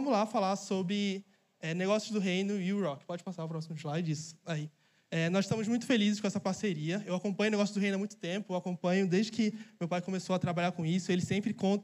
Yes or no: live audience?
yes